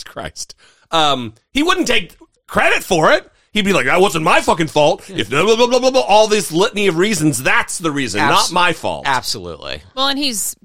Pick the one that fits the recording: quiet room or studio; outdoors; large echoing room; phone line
quiet room or studio